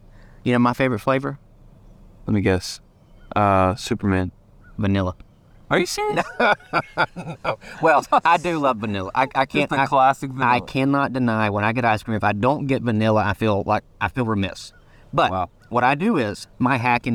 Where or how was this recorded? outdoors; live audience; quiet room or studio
outdoors